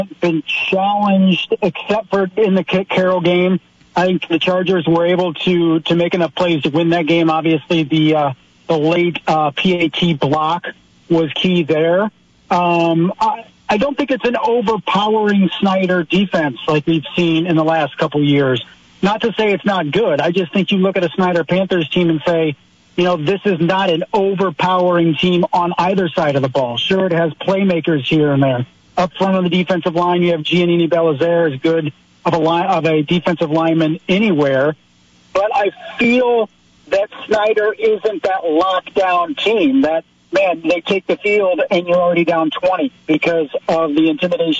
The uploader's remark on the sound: Joins by phone to preview Week 5 high school football action.